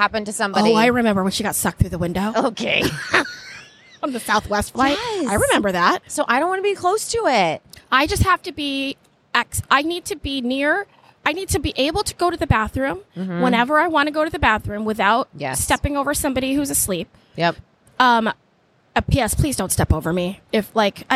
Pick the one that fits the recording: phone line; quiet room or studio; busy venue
busy venue